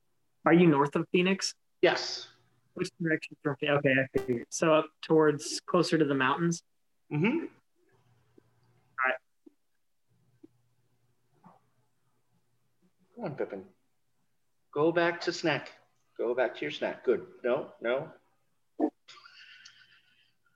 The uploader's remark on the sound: Started plotting to do a podcast over Zoom. This is my first official Zoom Podcast, and there will be more to come in the future.